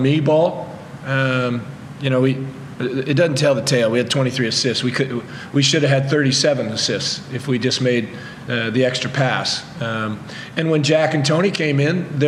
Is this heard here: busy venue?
yes